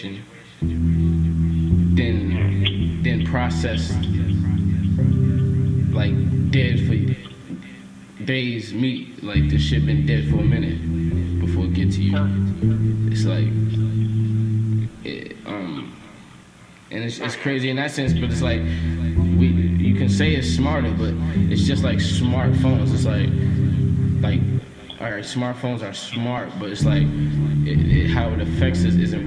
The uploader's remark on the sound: An elevated conversation over the phone